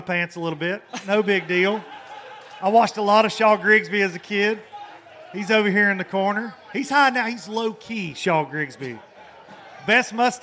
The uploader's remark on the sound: From the Low Lifer Parking Lot Party. In front of a rowdy bunch of Low Lifers.